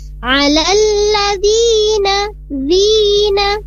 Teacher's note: Di kata alladzina, di dal berharokat kasro, kemudian bertemu dengan ya sukun, maka panjangnya dua harokat.